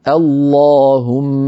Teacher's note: نبدأ اللهم بهمزة مفتوحة، هي همزة الوصل وبعدها لام مشددة مفخمة، لأن اللهم تعامل معاملة الله من حيث التفخيم والترقيق.